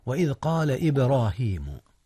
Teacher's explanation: قلقلة جاءت هنا في باء إبراهيم